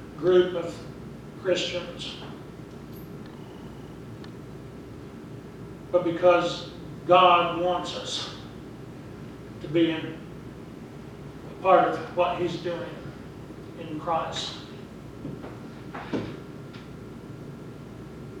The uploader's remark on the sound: Preached at Briensburg UMC on October 6, 2019